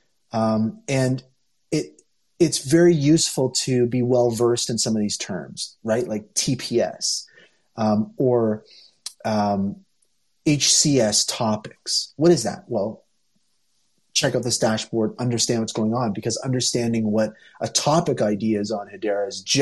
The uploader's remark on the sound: Originally broadcast live on Twitter spaces.